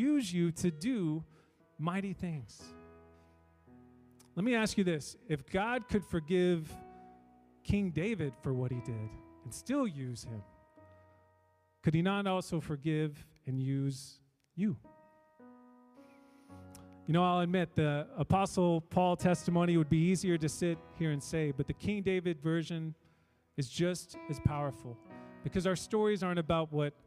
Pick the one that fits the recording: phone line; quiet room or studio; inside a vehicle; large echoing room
large echoing room